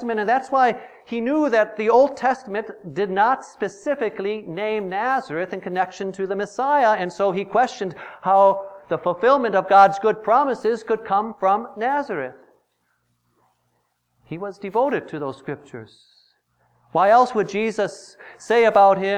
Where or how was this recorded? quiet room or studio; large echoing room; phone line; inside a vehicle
large echoing room